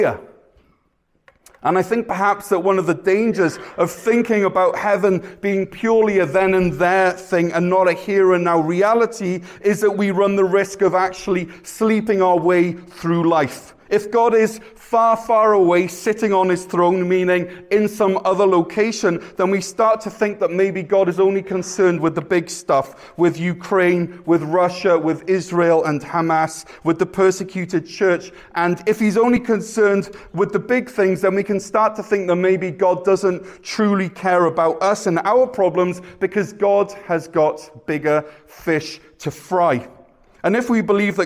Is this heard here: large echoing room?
yes